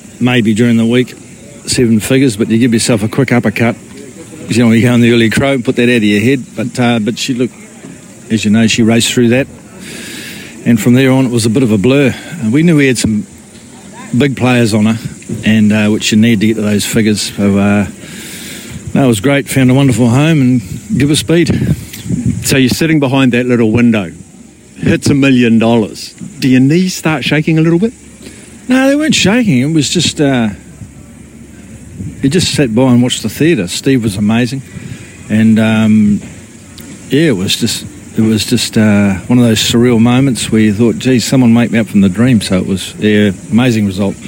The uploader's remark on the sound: live from the big Karaka yearly sales